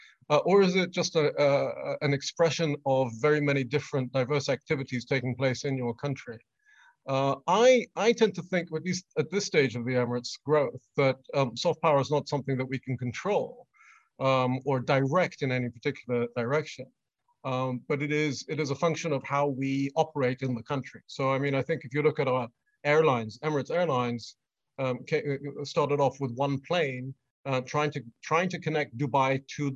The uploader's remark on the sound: This public lecture was conducted online via Zoom.